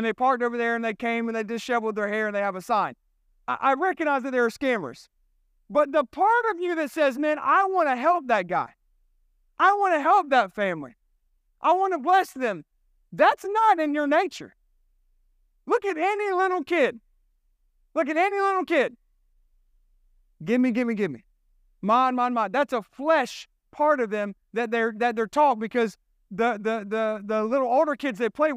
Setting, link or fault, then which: setting, large echoing room